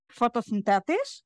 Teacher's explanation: she stressed the fourth syllable instead of the third